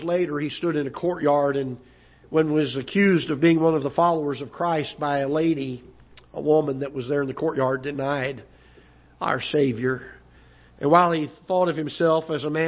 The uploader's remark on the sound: Ketha Heights Baptist Church ~ Live Broadcast